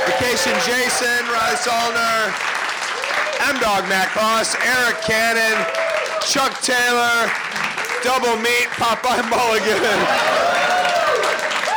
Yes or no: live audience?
yes